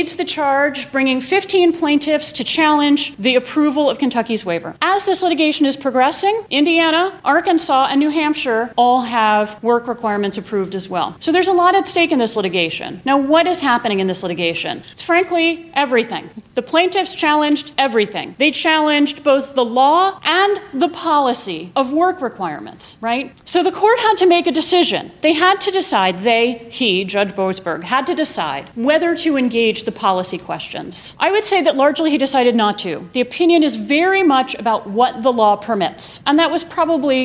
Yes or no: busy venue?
yes